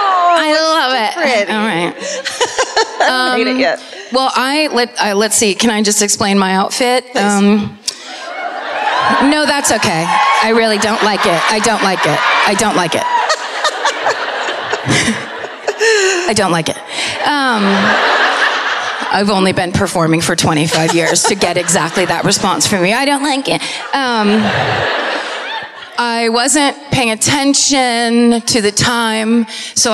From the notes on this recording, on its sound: Live at the Sony Centre in Toronto (Night Two).